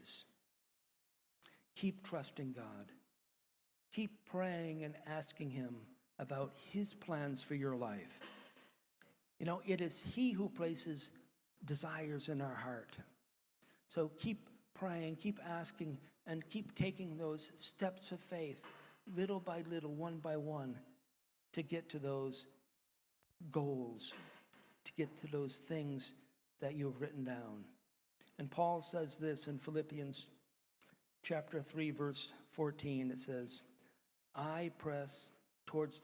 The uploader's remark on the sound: one of the sermons preached during our church service